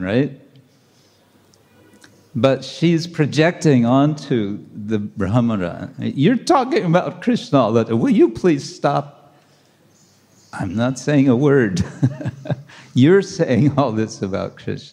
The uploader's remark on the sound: Lecture from ISKCON Juhu temple.